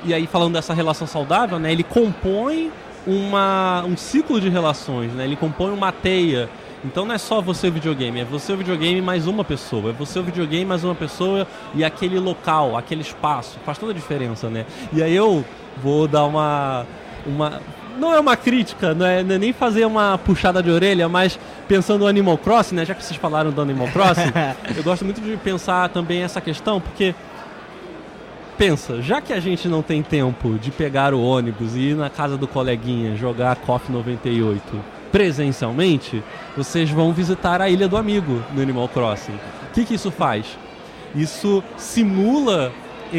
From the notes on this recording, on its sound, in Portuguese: Neste episódio gravado diretamente da Retrocon 2023.